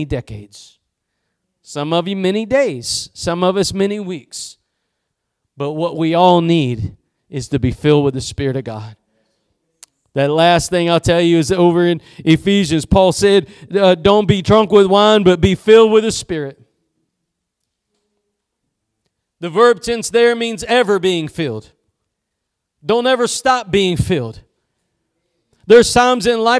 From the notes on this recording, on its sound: Preached at Gospel Lighthouse in Bossier City, La.